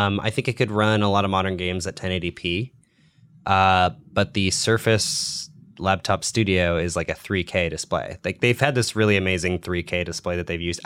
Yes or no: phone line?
no